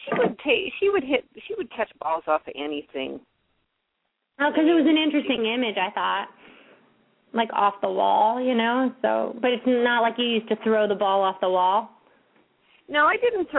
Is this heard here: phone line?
yes